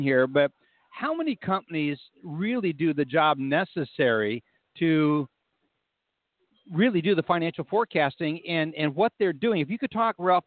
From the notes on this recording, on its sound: Broadcasting "LIVE" from ALIGHT's Mortgage Innovators 2016 Event. As we broadcast "LIVE" from Alight's Mortgage Innovators Forum 2016 in San Diego. "LIVE" from the event floor.